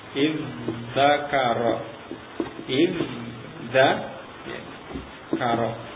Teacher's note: taknya terpengaruh oleh zal, dia berubah menjadi zal.